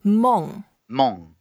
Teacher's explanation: Mong is the fourth tone, so we go down, is the angry sound.